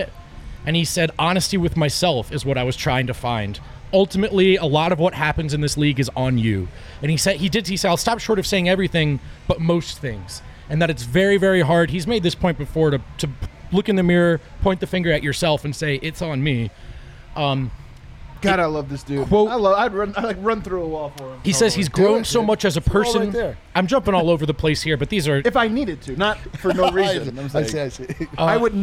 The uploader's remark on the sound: live from the Winner's Lounge inside a very poppin DNVR bar